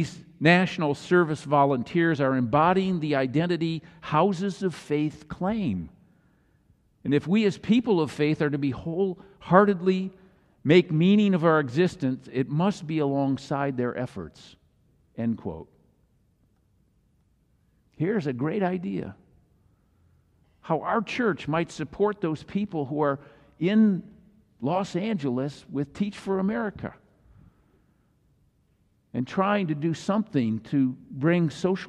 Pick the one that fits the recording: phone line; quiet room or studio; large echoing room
large echoing room